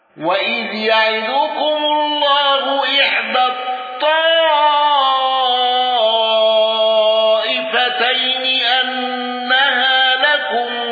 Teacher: قالون بصلة ميم الجمع واندرج معه ابن كثير وأبو جعفر